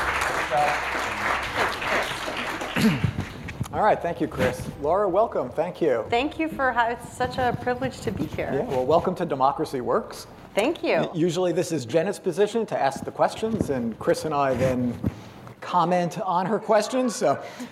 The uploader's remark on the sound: Recorded live at the National Press Club.